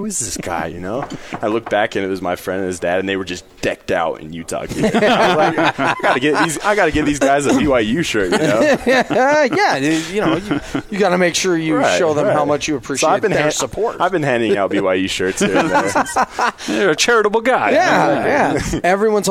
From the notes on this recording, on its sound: live from BYU Media Day